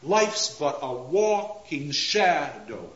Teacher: we get regular rhythm, but it's surrounded by such irregularity, it seems to halt along.